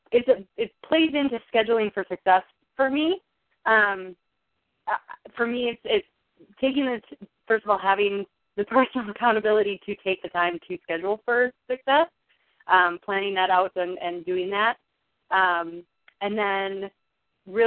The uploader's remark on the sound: Team SAP Conference Call.